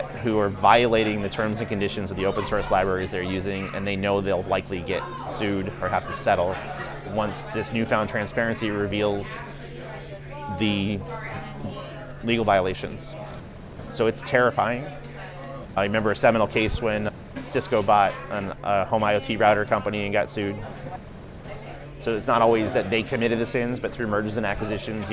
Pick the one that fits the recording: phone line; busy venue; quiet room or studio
busy venue